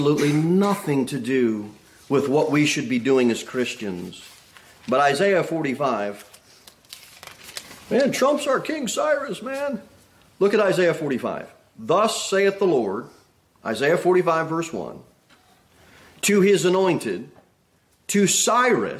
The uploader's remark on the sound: Sermon delivered at Pilgrim Baptist Church on Sunday, November 26, 2023, at 2:15 pm. Jere Whitson Rd.